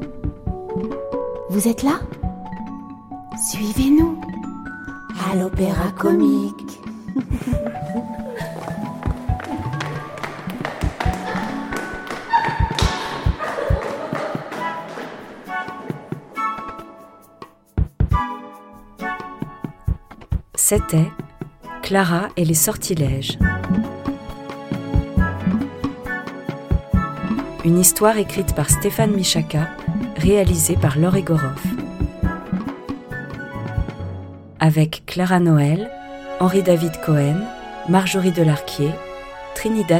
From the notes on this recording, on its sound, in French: Enregistrement à l’Opéra-Comique lors des représentations, 2022.